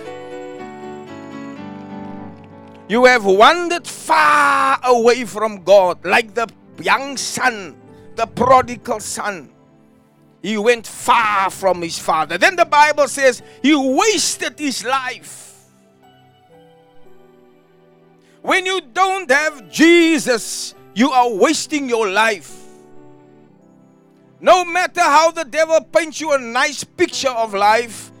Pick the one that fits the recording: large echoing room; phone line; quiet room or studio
large echoing room